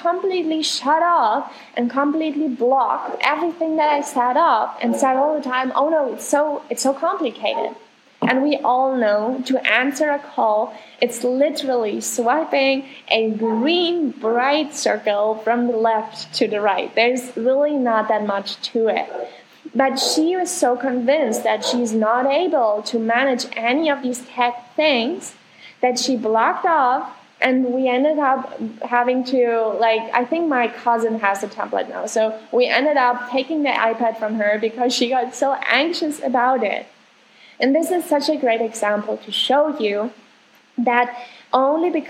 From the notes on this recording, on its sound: I want to excuse myself for the sound quality of this episode